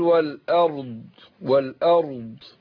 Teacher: الراء هي واضحه وفي نفس الوقت ما كررتهاش · Term: تفخيم الراء